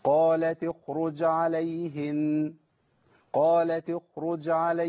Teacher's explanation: لما تكون ساكنه بعض اخواننا بيضيع الخاء خالص